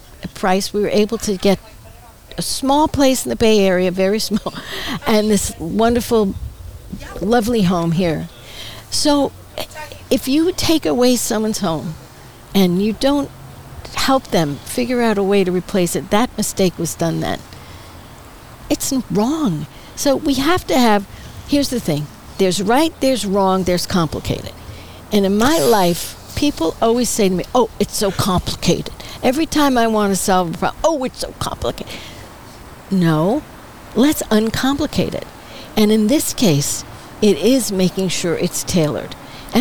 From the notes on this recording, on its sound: Recorded on the outdoor patio of Skip Paige's Little Bar in Palm Desert, CA.